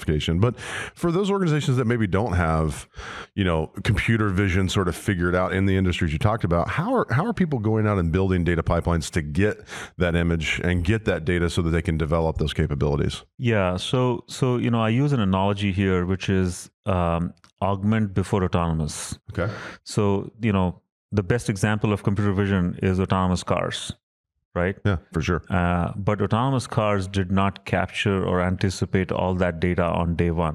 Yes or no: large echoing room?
no